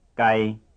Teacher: Since maito is not present, the pitch contour of the syllable is low.